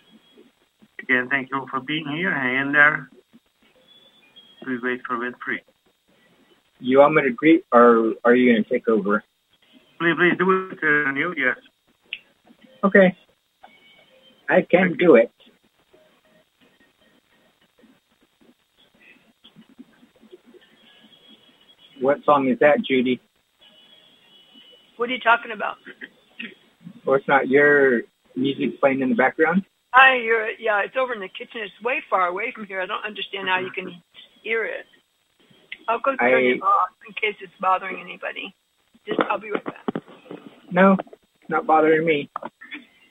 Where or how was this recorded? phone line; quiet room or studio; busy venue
phone line